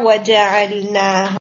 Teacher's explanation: تو یہاں پہ ہا جو ہے وہ آپ کا اسٹریچ نہیں ہوگا بالکل ون حرکہ پڑھیں گے